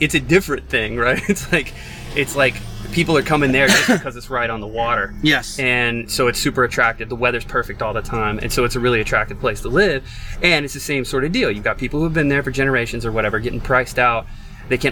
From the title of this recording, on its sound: from the van